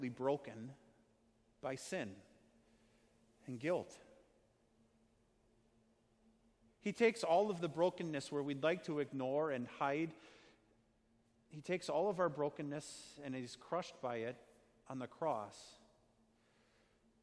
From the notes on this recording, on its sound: Sermon preached at Our Savior Lutheran Church in Birmingham, AL, on Sunday, November 10th, 2019.